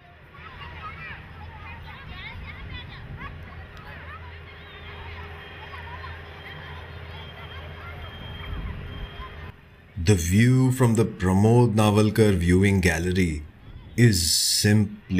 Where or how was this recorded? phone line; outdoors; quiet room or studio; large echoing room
outdoors